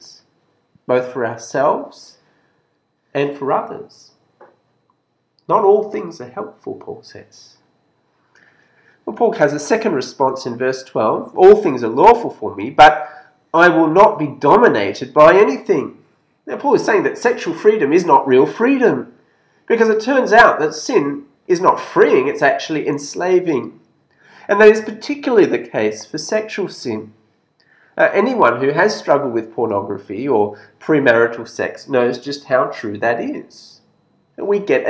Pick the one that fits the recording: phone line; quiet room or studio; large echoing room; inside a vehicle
large echoing room